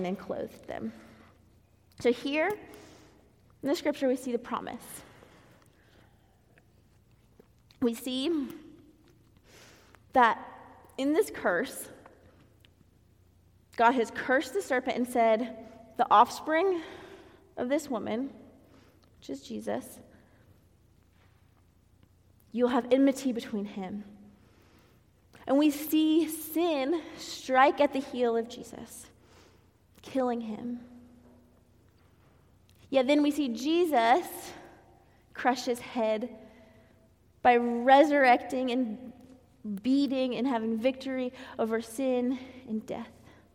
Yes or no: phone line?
no